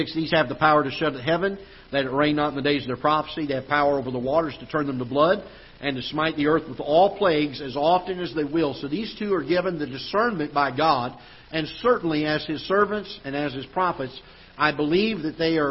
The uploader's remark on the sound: Ketha Heights Baptist Church ~ Live Broadcast